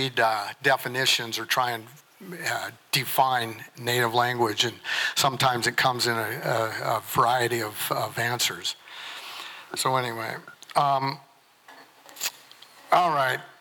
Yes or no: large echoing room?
yes